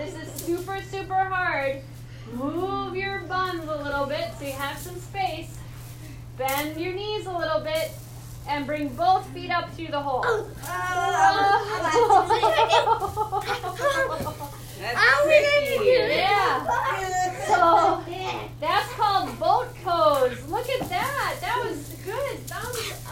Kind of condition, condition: fault, sounds in the background